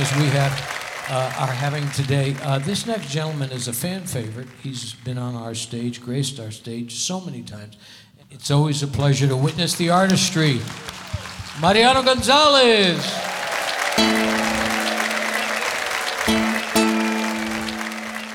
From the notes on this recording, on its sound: Live at the South Point Casino